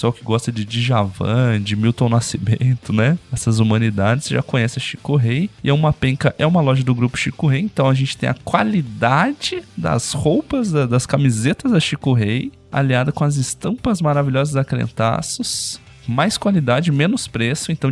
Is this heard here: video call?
no